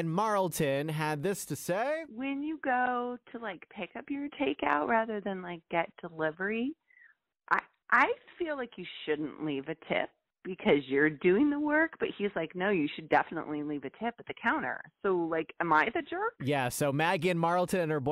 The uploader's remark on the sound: Listeners call in to share what they think is best.